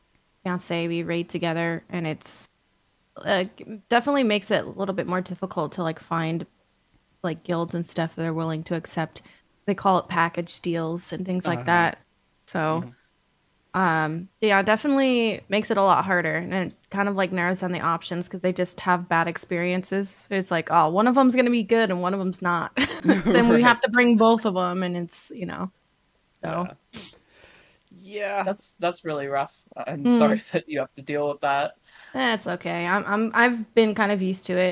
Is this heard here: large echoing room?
no